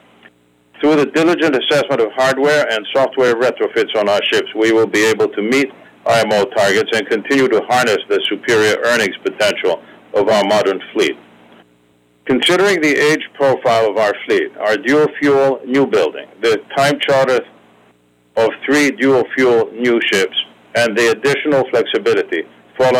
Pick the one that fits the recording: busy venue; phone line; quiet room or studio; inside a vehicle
phone line